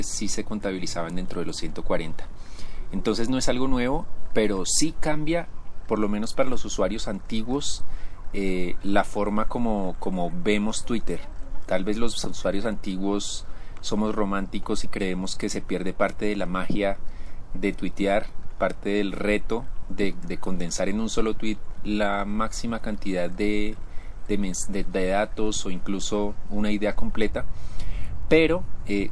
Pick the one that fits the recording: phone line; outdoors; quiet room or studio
outdoors